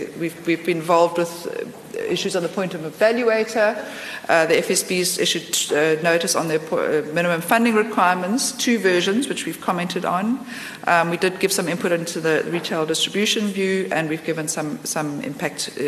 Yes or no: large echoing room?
yes